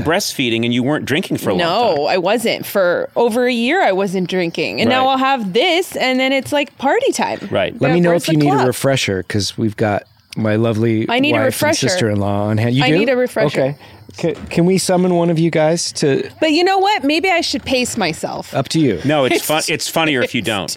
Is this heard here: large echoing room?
no